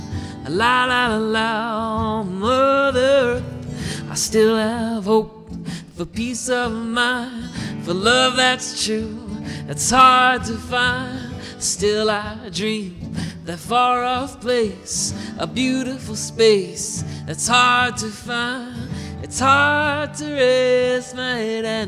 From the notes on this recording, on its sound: live at The Staysh in gorgeous Goderich, Ontario